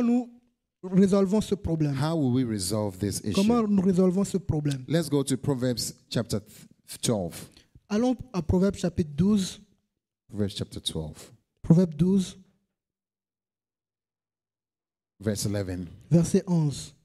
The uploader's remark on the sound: Preached during Joyful Hour Sunday Service.